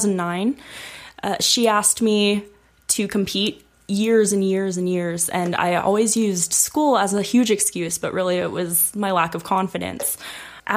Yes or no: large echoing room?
no